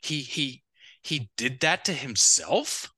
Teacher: with uptalk, which means it goes up at the end, which means it's a question